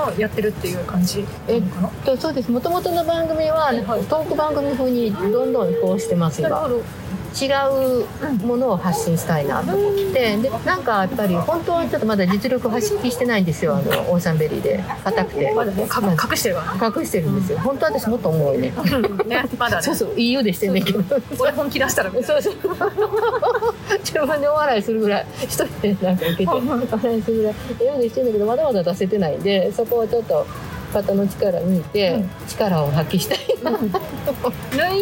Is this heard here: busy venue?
yes